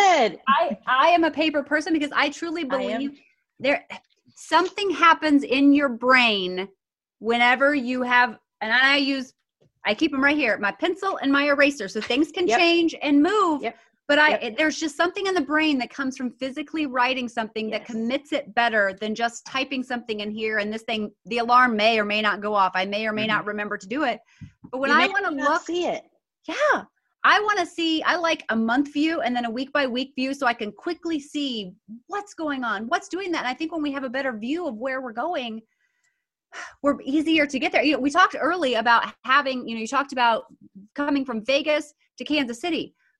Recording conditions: video call